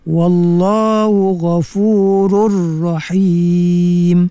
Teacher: dimasukkan nun dalam tanwin tu ke dalam huruf ra · Term: idgham bila ghunnah kamil